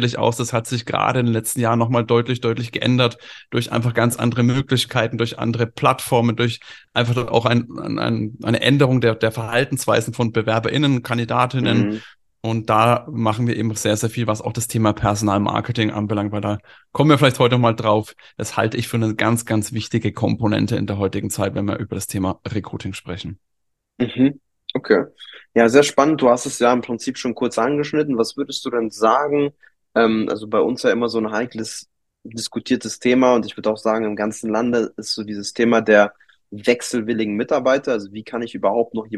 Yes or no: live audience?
no